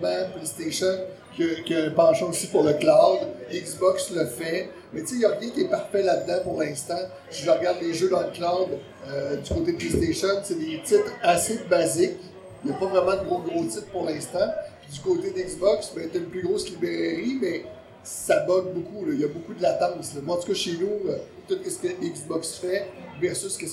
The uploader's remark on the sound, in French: Spécial LIVE au Bar Arcade MacFly. Épisode enregistré LIVE devant public au bar arcade MacFly à Québec. En plein milieu du bar arcade. Ayant eu un petit soucis technique pour l'enregistrement de l'épisode, la qualité audio n'est pas optimale.